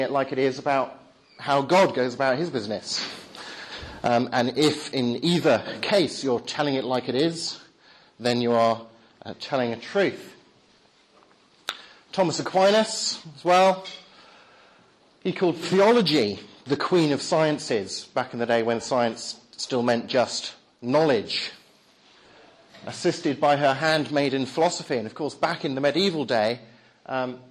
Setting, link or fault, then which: setting, large echoing room